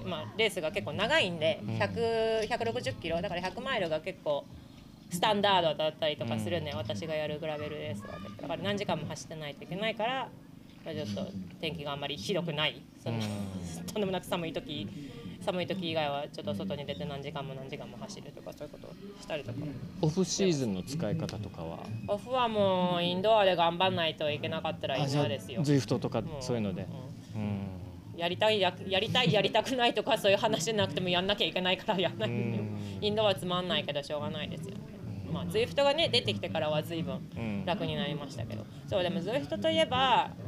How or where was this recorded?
busy venue